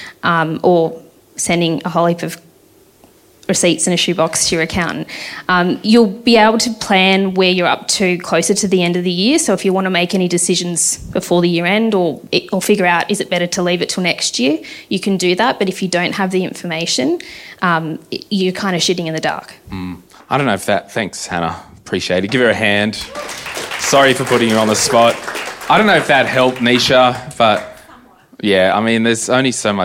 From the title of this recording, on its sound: Q&A live in Canberra